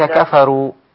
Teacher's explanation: الراء هنا مفخمة وليست رقيقة لأنها مضمومة